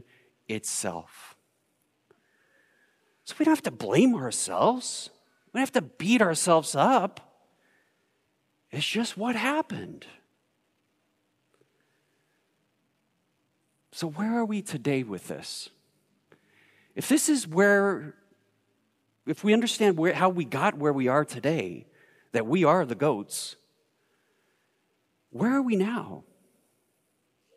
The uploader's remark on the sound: Recorded live at Beatitudes Church in Phoenix, AZ.